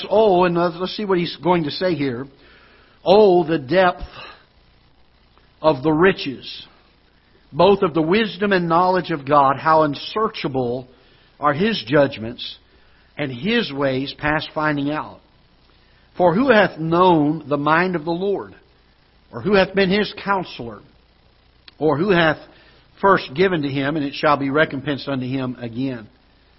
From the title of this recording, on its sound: Ketha Heights Baptist Church ~ Live Broadcast